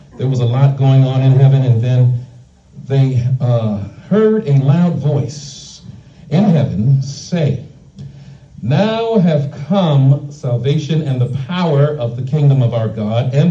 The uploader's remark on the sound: shared this message live at the Island Nursing and Rehab’ Center in Farmingville, NY on 1/14/24